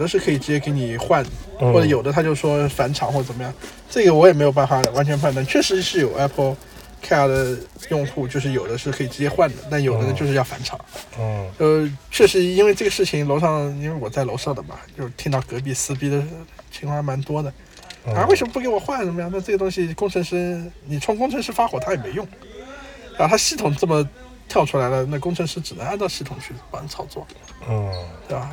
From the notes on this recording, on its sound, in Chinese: 这期开荒播客是在路边的车厢录制，恰逢咽炎鼻炎，可能收听体验不太好。